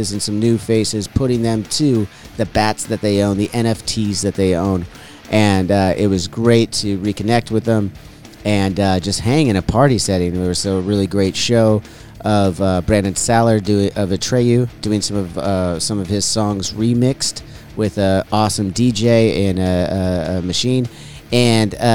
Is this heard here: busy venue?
yes